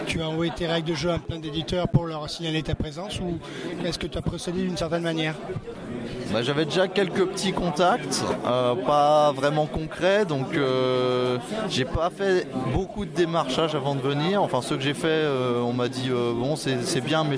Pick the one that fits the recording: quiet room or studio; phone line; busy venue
busy venue